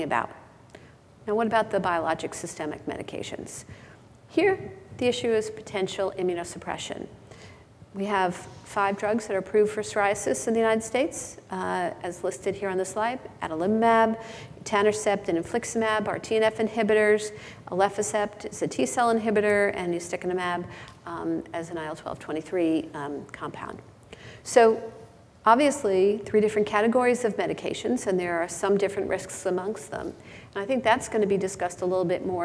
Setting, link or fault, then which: setting, live audience